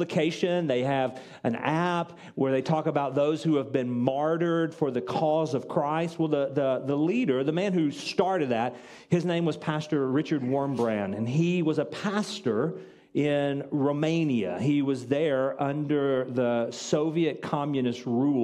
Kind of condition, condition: setting, large echoing room